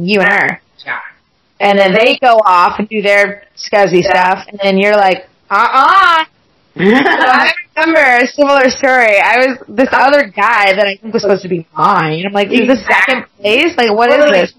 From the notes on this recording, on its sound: Due to Mic issues, this episode has a little echo.